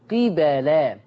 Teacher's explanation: ده كسر القاف وفتح الباء